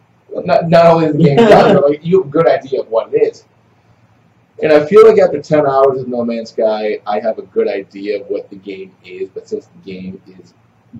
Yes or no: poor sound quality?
yes